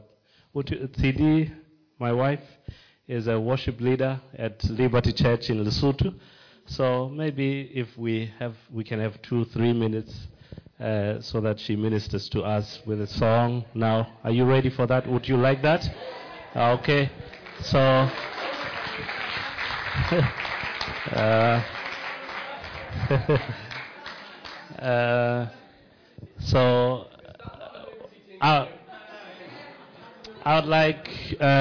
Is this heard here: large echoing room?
yes